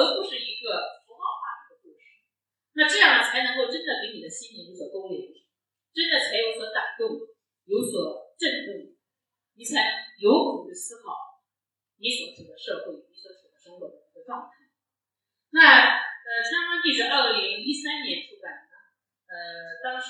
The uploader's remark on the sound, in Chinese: 现场特辑。本次节目属于现场临时录制， 音质较差请谅解。